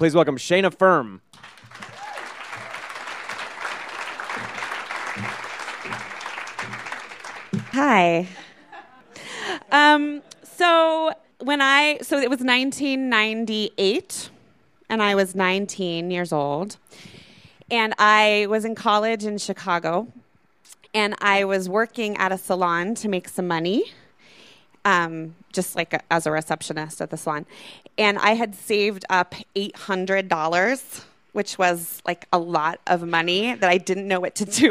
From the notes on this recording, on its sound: These stories were recorded at The Deer Pile on March 20, 2014